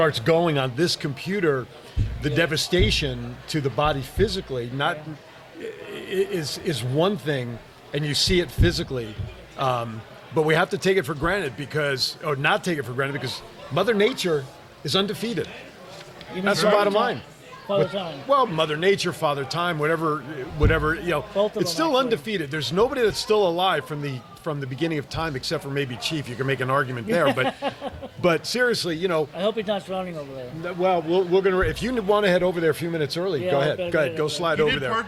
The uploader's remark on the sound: live on location from Sams Town